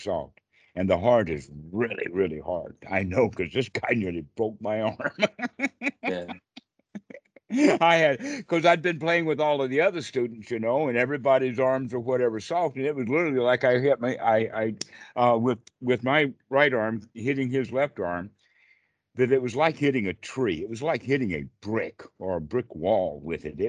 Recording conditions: video call